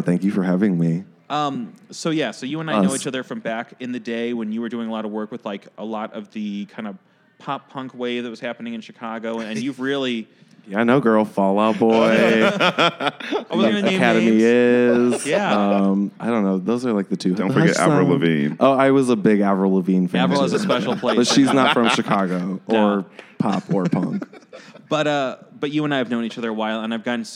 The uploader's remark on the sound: In an interview recorded at Gman Tavern in Wrigleyville